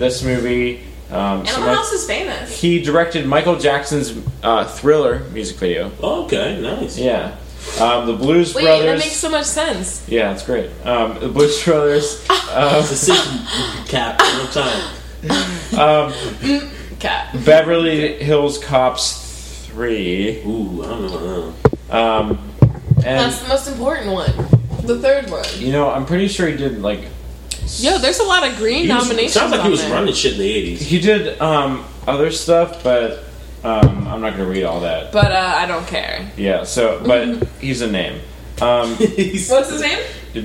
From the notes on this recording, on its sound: SORRY in advance for the audio quality!